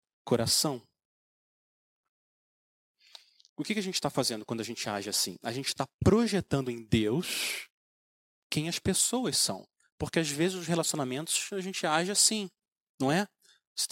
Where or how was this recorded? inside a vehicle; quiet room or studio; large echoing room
large echoing room